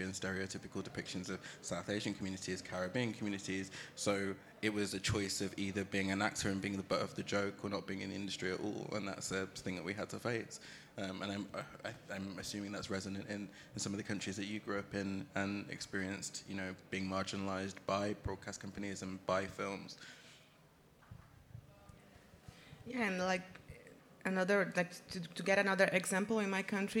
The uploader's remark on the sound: Panel discussion presented at Cannes Docs 2023 at the Marché du Film, Festival de Cannes on May 20, 2023